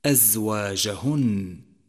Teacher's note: رابعا، لاحظ صفة الصفير لحرف الزاي من كلمة أزواجهن، أزواجهن، والصفير الذي يشبه صوت الطائر يقوي هذا الحرف ويوضحه